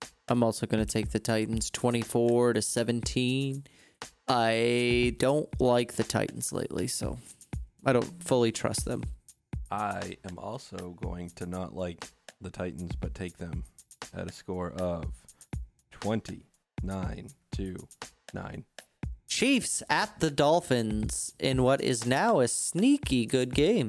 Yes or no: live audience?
no